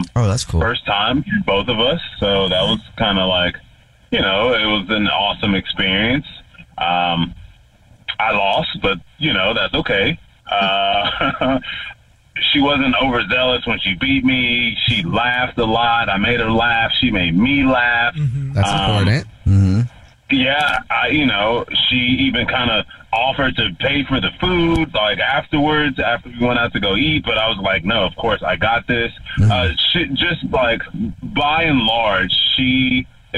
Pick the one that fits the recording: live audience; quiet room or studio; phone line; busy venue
phone line